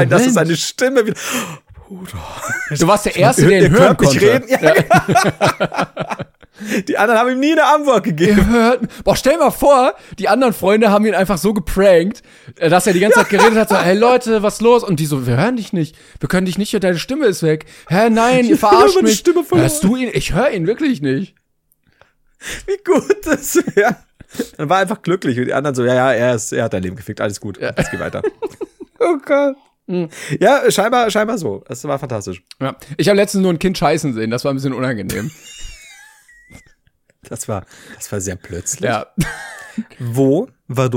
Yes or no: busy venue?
no